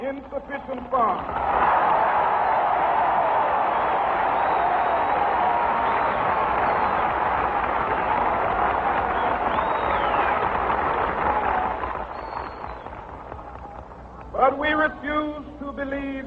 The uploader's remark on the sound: This speech was delivered to thousands of Americans, both black and white, who were yearning for a freer and more inclusive society.